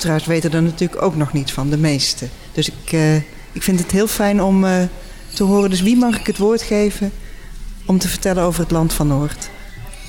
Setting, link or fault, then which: setting, busy venue